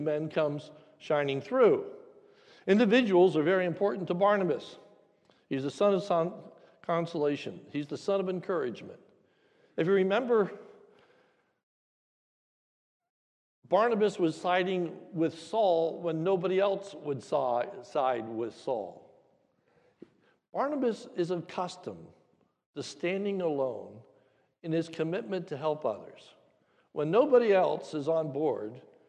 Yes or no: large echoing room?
yes